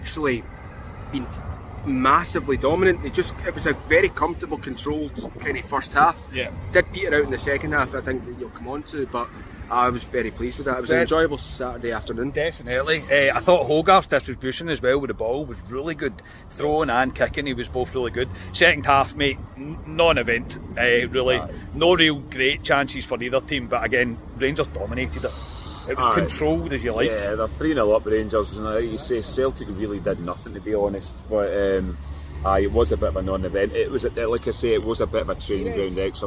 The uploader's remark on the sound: Reaction for outside Ibrox